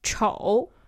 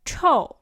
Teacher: Kind of 丑, ugly, is kind of a dipping tone. 丑 is a fourth tone. It's a falling tone. · Shown in: second take